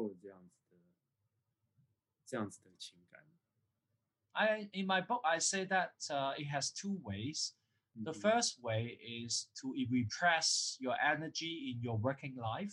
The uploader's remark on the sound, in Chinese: 錄音的品質不是很好，很抱歉，還在學習中。